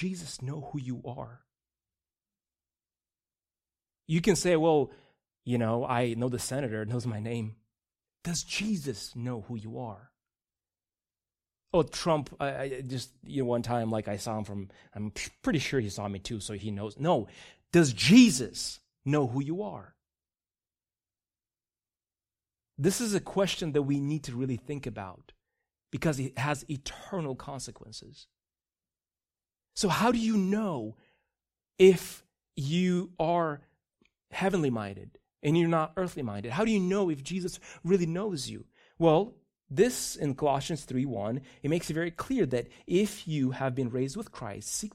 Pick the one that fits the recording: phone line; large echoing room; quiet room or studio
large echoing room